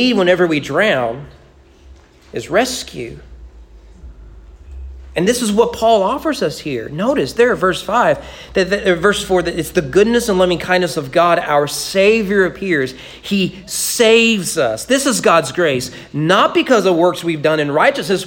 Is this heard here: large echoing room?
yes